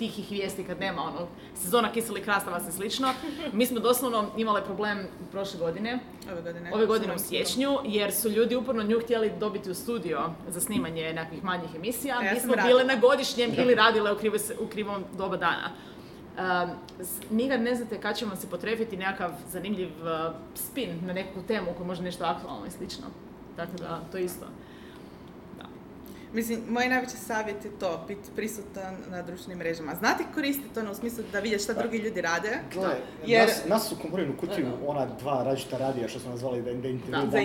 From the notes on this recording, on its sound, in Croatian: Liburnicon Live. Bili smo na Liburniconu, festivalu ljubitelja znanstvene fantastike i fantastike.